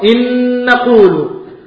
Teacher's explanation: وأنت تنطقها نونا واحدة مشددة · Term: الإدغام